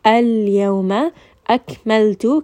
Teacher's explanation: kaf is going to have hams, lam is going to have tawassut, so do make sure you rest on both of those letters.